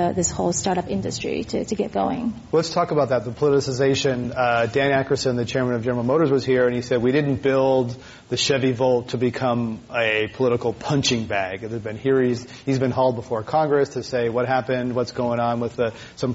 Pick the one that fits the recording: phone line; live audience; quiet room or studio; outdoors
live audience